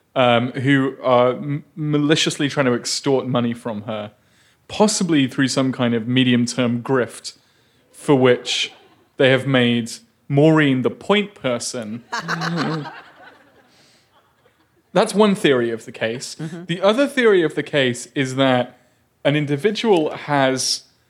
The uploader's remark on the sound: This week finds Dear Prudence live on stage at The Museum of Pop Culture in Seattle, Washington. As well as questions from the audience!